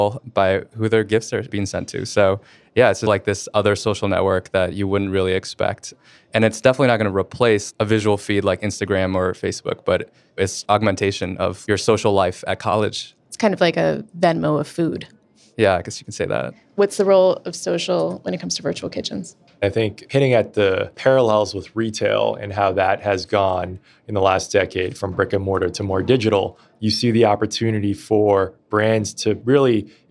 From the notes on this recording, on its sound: This episode was recorded on-site at the a16z Summit in November 2019